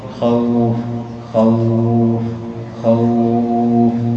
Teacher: تقف إما حركتين أو أربعة أو ستة من باب المد العارض للسكون